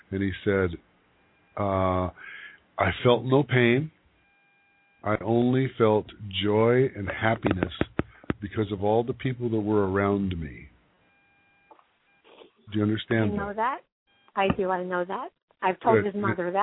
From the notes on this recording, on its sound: Pre-recorded show - no live calls tonight. With the permission of all participants from Pahrump, NV, we are sharing their emotional TeleCircle. This was a private event where all 6 women were friends or relatives. A TeleCiircle is an event where 6 people call into our conference line and have readings up to 10 minutes each.